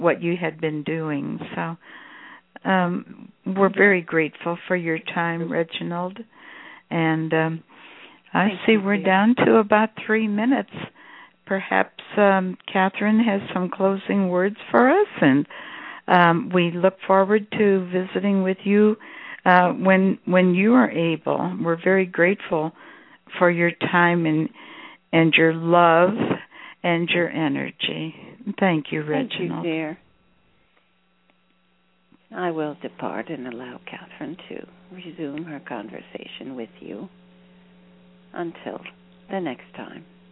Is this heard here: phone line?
yes